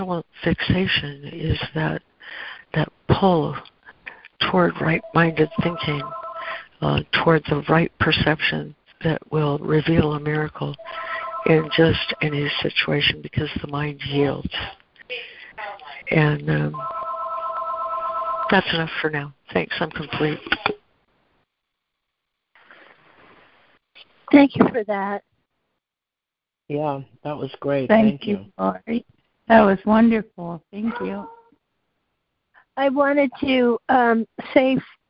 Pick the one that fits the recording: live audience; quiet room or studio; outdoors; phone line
phone line